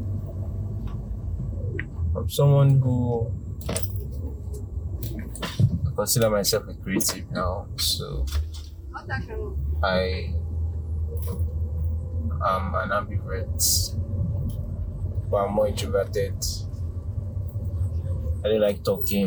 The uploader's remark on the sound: A Conversation in the Car